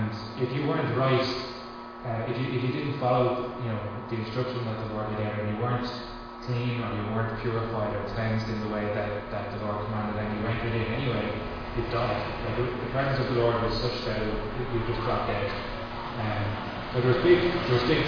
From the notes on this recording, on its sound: Recorded live at Liberty Church on 23th August 2020